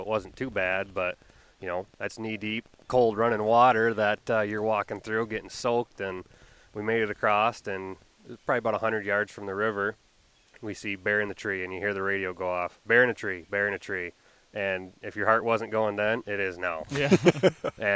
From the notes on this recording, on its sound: Coming to you live from bear camp in the upper peninsula of Michigan